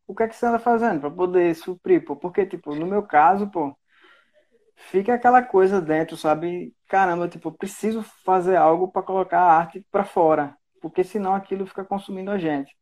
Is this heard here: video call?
yes